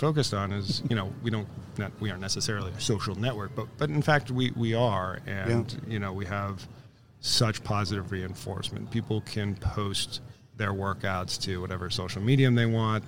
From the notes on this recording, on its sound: Live from SHRM 2022.